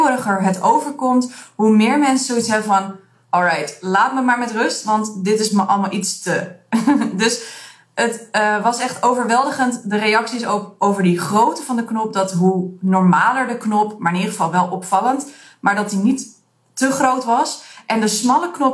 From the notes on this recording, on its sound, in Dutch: Deze aflevering is ietsjes anders in kwaliteit als je van mij bent gewend omdat ik mijn onderzoeksresultaten in een Instagram Live heb gedaan.